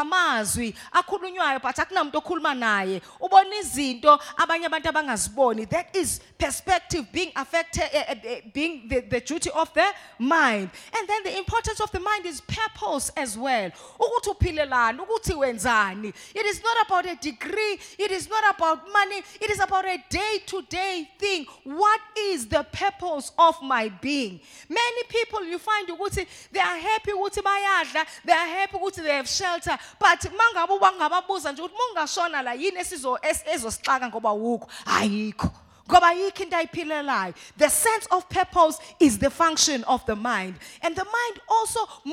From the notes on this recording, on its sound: live at Word Of Faith Christian Centre.